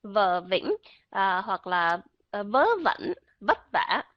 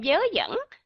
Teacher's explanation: giọng của người miền Bắc, giọng chuẩn đó là âm vờ · Shown in: first take · IPA: /v/